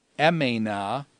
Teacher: with the dropping of the sigma, the vowel lengthens from an epsilon to a diphthong epsilon iota